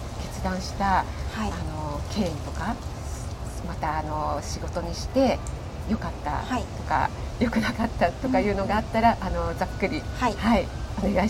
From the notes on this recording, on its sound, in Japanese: リアルコラボ収録。野外収録のため音量調整お願いいたします。